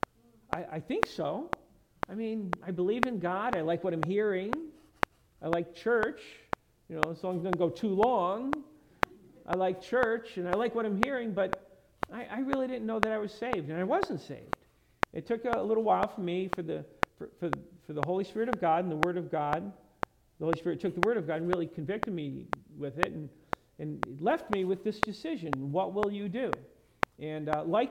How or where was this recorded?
large echoing room